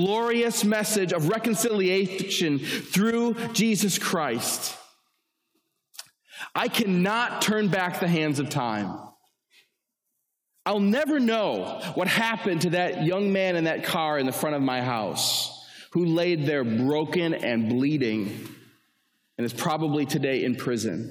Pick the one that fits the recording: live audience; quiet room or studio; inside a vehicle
live audience